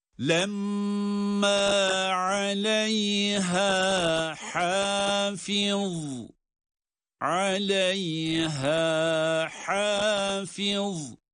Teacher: Aleyha'daki halk arasında güzel ha olarak bilinen boğazın en alt kısmından çıkan ha'dır ama hafiz derken buradaki ha ise boğazın ortasından, boğaz biraz sıkılarak çıkarılan ha'dır.